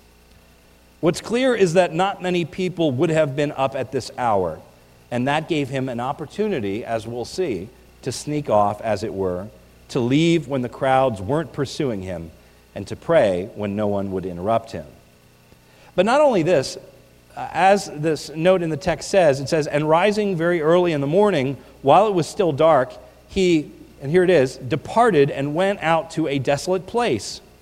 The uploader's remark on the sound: This is a recording of the New Year’s Eve Service at the Lebanon Bible Fellowship Church in Lebanon, PA on 1/31/19